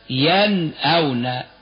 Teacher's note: الهمز بعد النون الساكنة تظهر النون الساكنة · Term: الإظهار